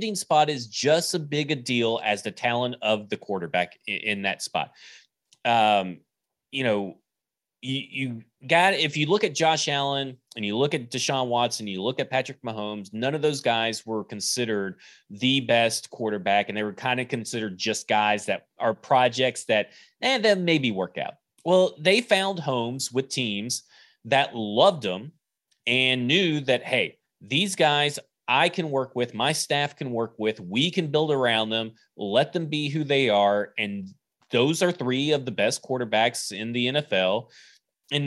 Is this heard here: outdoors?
no